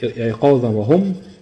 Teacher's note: تنوين جاء بعده حرف الواو، والواو من حروف الإدغام، حكم التنوين إدغام بغنة